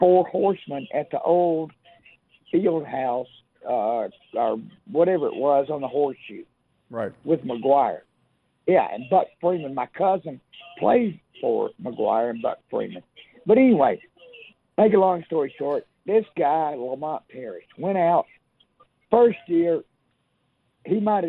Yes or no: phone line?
yes